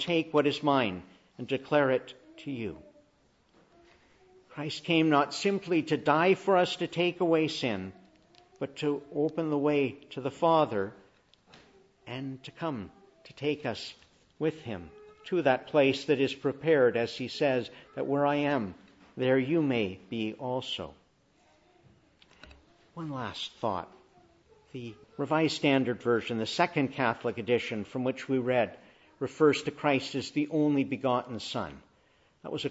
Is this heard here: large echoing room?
yes